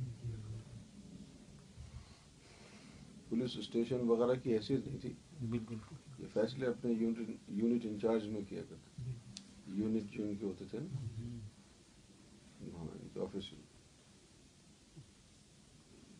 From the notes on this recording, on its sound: As we are having some technical difficulties, this video may not be up to the standard of quality our viewers are used to.